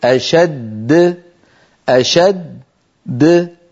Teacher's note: كذلك أشد لو وقفنا عليها نقول أشد أشد، فبقولنا أشد خرجت الدال الساكنة المدغمة، وبقولنا د خرجت الدال التي كانت في الوصل متحركة وسكنت للوقف. ما الذي تقلقل؟ تقلقلت الدال الثانية، أما الأولى فبقيت على حالها · Term: القلقلة